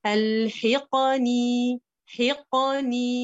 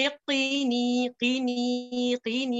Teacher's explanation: عملت الحاء مكسورة ومن بعد فتحت عند القاف ومن بعد رجعت كسر · Shown in: first take